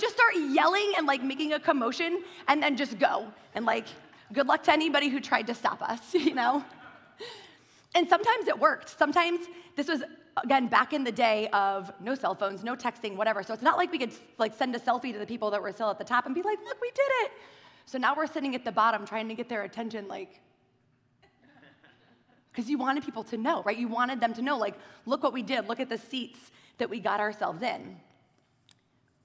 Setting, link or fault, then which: setting, large echoing room